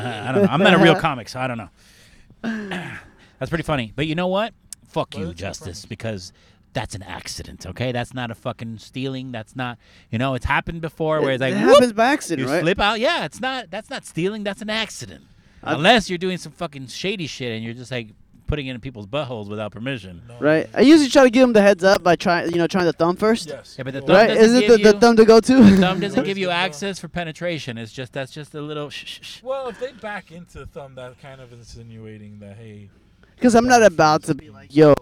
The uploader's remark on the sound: On this episode, we are in the car. With several Drop-Ins. Recorded at Thank You Miami.